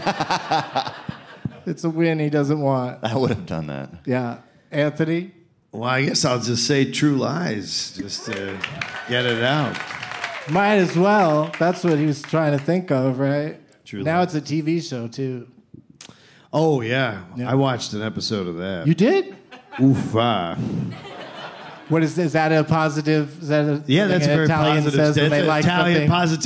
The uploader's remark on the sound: Live from the Esther’s Follies in Austin as part of SXSW